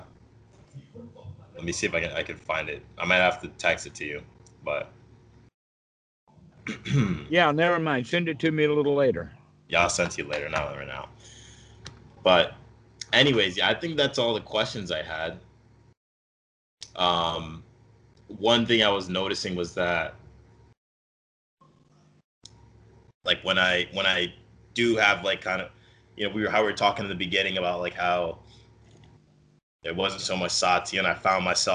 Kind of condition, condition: link, video call